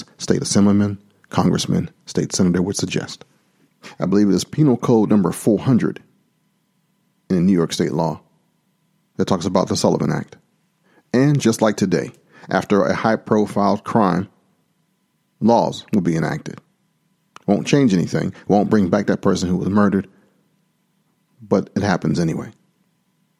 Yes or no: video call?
no